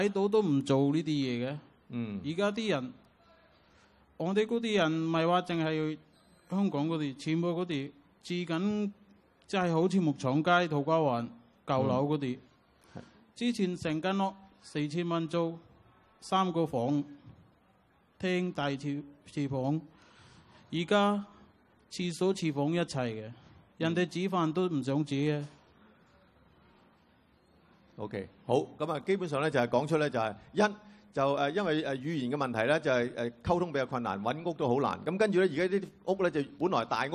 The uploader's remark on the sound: 舉行地點: 維多利亞公園涼亭 Venue: Band Stand, Victoria Park.